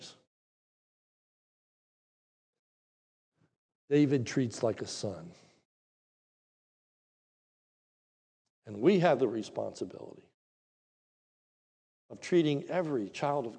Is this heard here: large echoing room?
yes